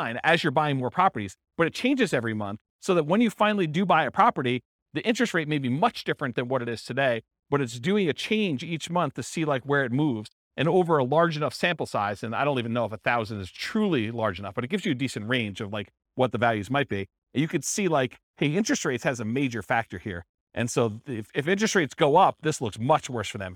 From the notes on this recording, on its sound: This was a live class recorded.